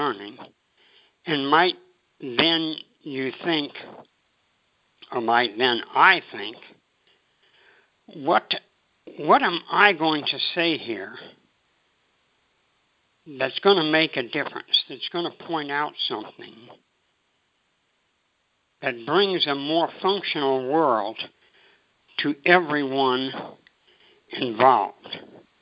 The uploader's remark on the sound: ACIM Daily TEXT Conference Call